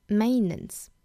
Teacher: Over,我们注意双元音的滑动，从 a 到 w 的滑动 over, over the maintenance.好，maintenance 这个词我们要注意了，我们看到音标呢，那么这个 AI 字母组合是发这个双元音 A 的发音呢，那么所以说呢就是 maintenance 中间的这个 t 呢，我们可以做失去爆破处理哈，也就是只憋一下，只停留给它非常短暂的时间之后呢一带而过，并不把这个 t 发出来也是可以的。